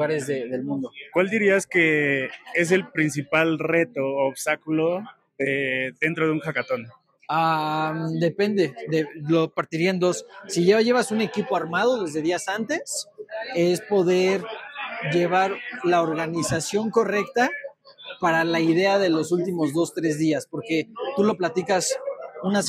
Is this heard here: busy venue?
yes